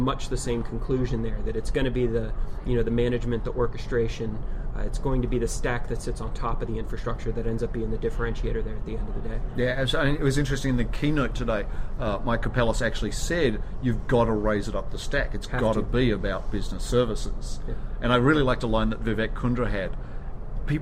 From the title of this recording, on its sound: Live from CA World